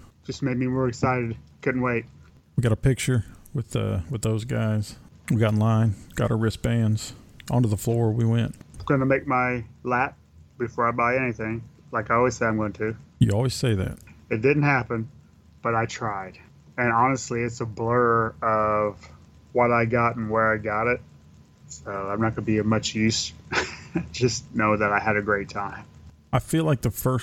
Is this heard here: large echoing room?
no